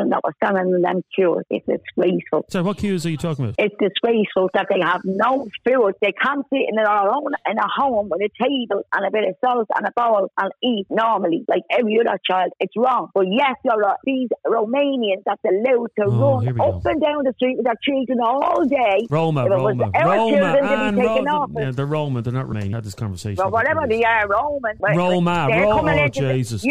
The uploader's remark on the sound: A woman phoned